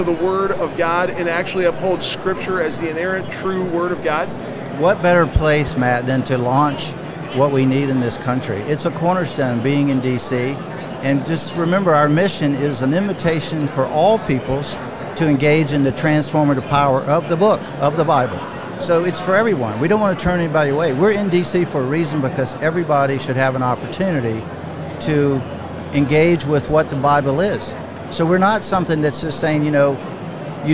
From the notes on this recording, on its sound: LIVE from NRB 2022!